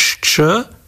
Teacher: typickým znakom tunajšej nárečovej oblasti je aj spoluhlásková skupina šč